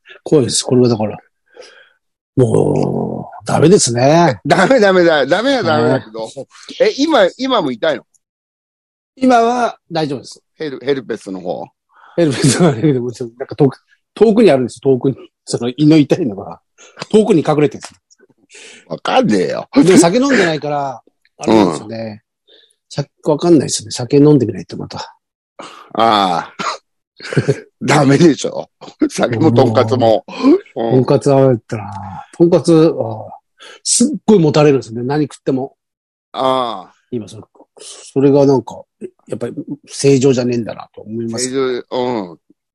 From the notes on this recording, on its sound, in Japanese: ZOOMで収録